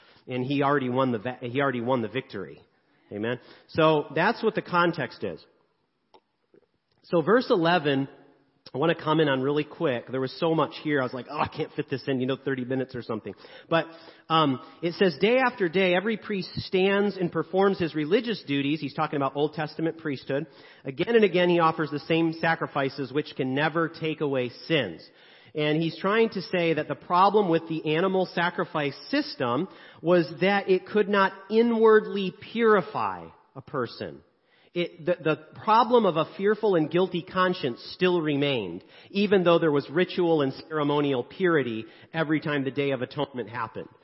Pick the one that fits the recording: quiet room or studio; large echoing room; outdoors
large echoing room